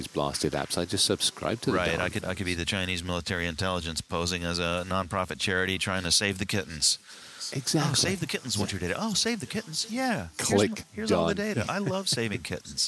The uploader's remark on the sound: recording from the HIP Global 2023 conference in NYC.